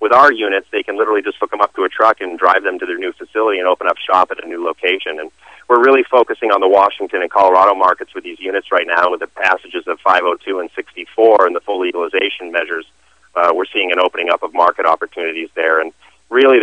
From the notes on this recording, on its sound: called into SmallCapVoice.